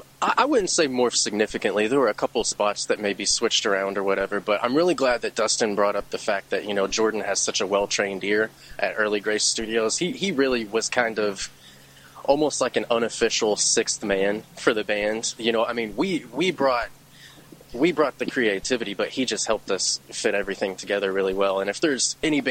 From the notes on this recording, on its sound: interview recorded prior to the band’s performance at Mag Bar in Louisville on August 6, 2017